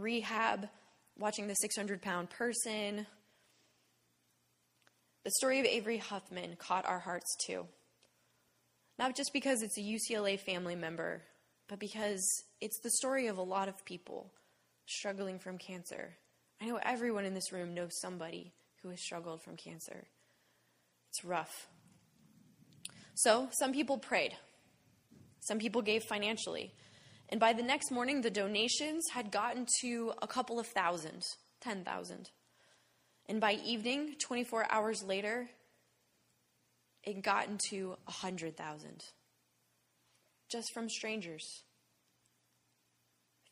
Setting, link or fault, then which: setting, large echoing room